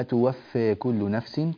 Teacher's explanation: توفى هنا طبعا تقليل الفاء لأننا نوسط البدل